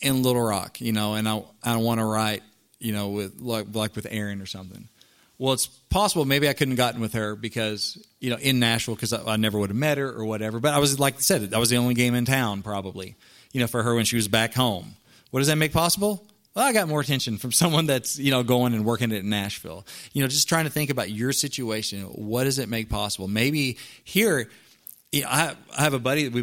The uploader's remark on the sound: LIVE From The CLIMB Conference